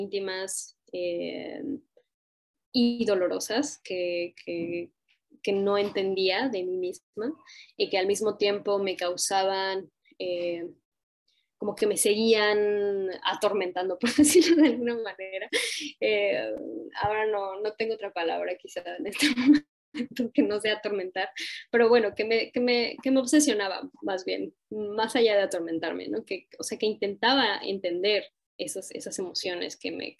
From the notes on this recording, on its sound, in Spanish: Como parte del cuarto ciclo del Laboratorio de Escrituras Vivas, en sesión sincrónica vía Zoom.